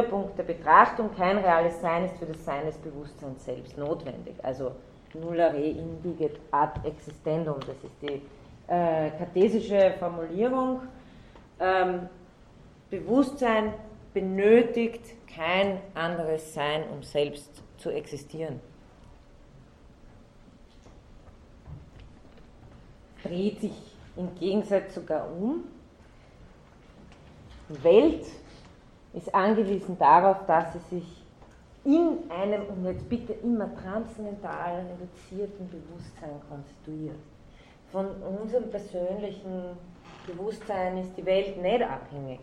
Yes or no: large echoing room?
yes